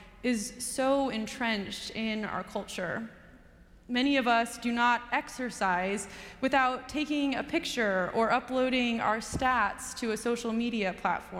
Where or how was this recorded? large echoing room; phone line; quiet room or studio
large echoing room